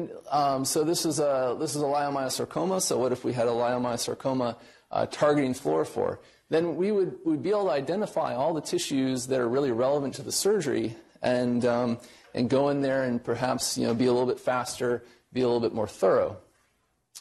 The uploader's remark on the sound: Norris Cotton Cancer Center Grand Rounds